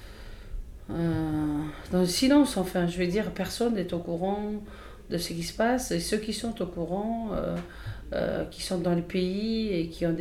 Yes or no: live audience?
no